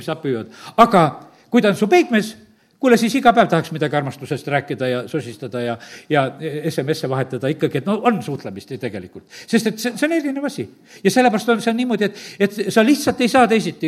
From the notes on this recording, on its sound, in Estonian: Audio salvestus koosolekult